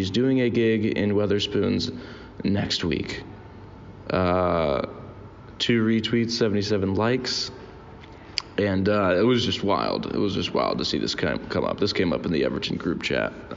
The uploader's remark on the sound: Recorded this one in a Burger King in Trondheim, Norway.